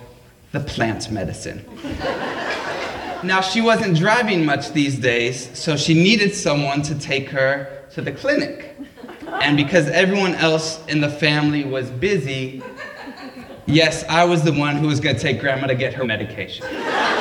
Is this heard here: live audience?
yes